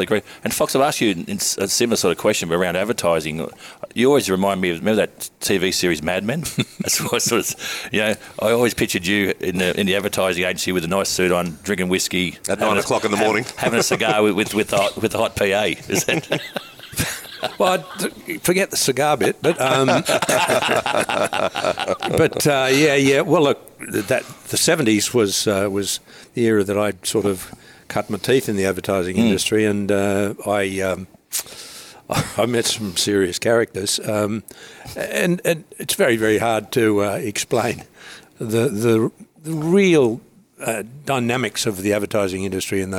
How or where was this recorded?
busy venue